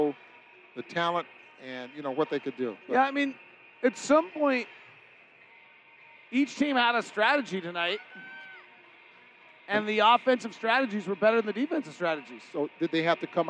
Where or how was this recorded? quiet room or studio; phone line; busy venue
busy venue